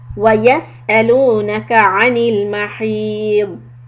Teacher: When you stop on letter dod with a sukoon, it should be very heavy. Try to swallow the sound.